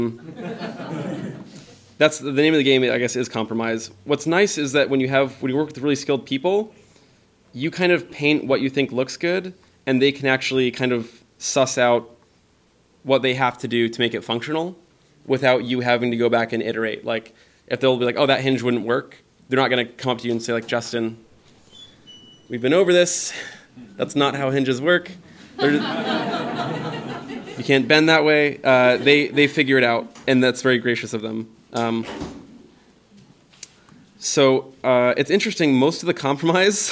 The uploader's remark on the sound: Artist lecture, which took place at Light Grey Art Lab prior to the Huldufólk opening reception on Friday, May 27th.